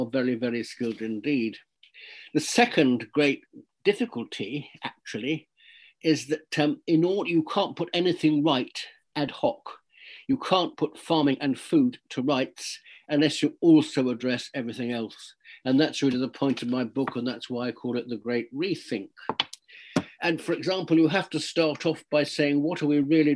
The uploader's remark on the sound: This talk was recorded online in March 2021.